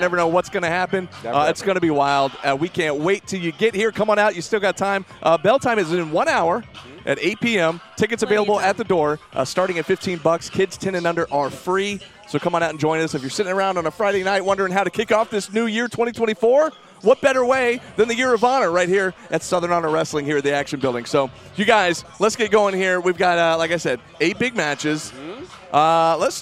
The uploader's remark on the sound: the LIVE SHW58 Year Of Honor Pre-Show from The Action Building in Canton, Georgia!